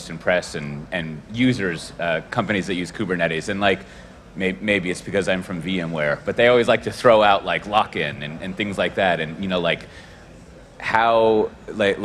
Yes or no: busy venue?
yes